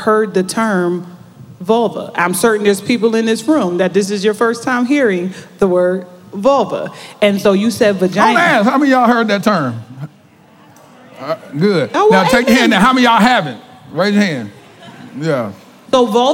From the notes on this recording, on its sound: This is the most realest conversation to take place in a sanctuary during a Sunday Service. Live at Word of Truth Church in Arlington, TX, we curated a panel of professionals.